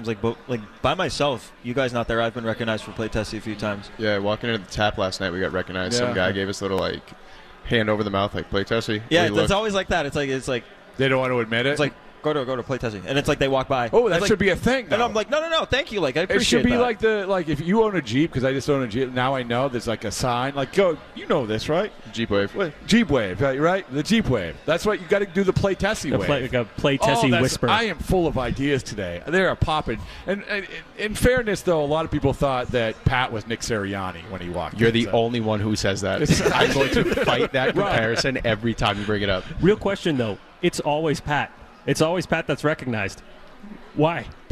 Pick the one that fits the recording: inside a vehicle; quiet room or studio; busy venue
busy venue